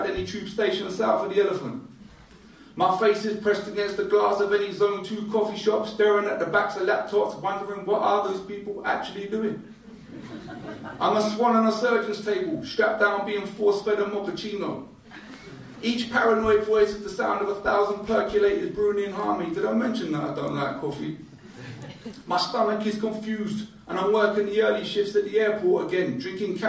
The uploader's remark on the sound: Live at Poetry and Poppadums